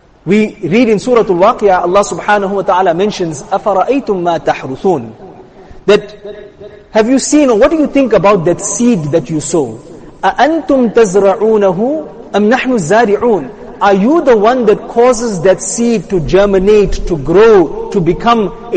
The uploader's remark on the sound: Jumuah lecture